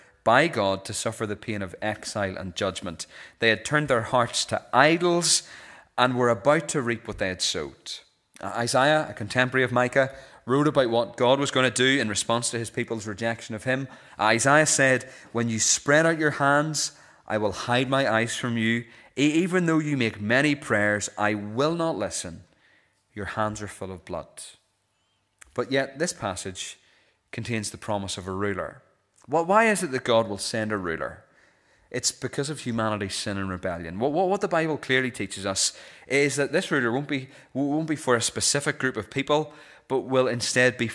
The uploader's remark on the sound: This is the recording of the Bible reading and sermon from our evening service on Sunday 17th December 2023.